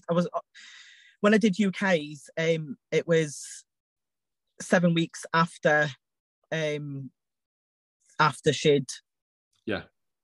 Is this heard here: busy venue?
no